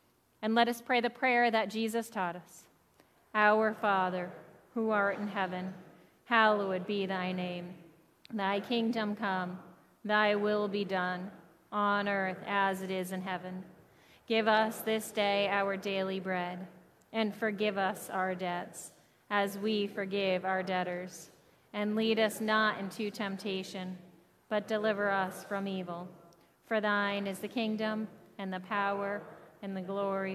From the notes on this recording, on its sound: Audio from July 3rd worship. Zion United Church of Christ.